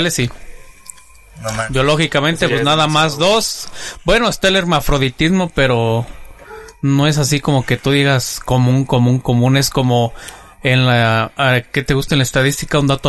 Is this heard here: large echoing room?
no